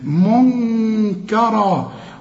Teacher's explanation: خدنا النون ليقولون، المدود قد بعض، منكرا، النون اخفيها وغنها، منكرا، والراء فخمها وتديها ألف عند الوقف